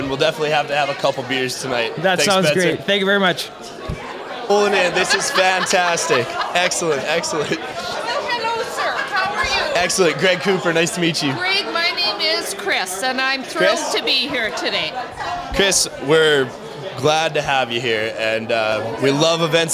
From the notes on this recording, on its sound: Live at The 7th Annual NCSG & Blackfish Enterprises Networking Event at The 2023 Calgary Stampede.